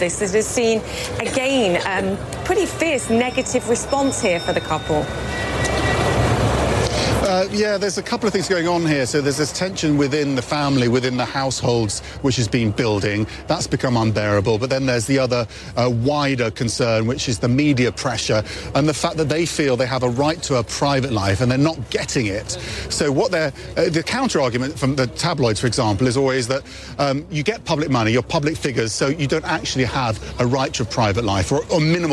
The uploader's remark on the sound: live from the New York Stock Exchange